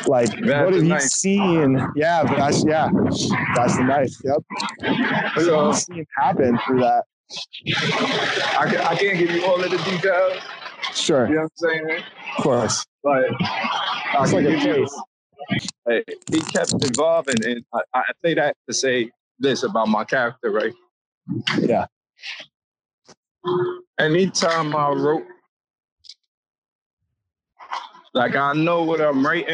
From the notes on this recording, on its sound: Sorry for the recording background noise.